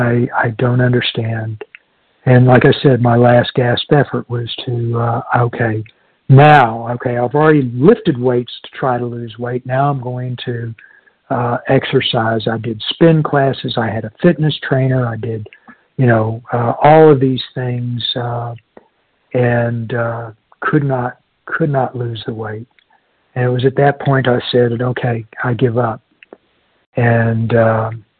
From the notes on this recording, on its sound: from the 100 Pounders Phone Meeting, 2/21/23